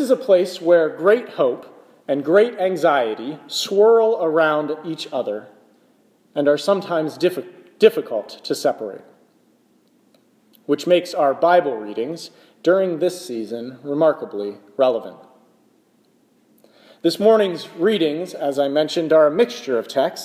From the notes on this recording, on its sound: This is a sermon I preached in the chapel at the Clinical Center of the National Institutes of Health in Bethesda, MD, on December 24, 2017.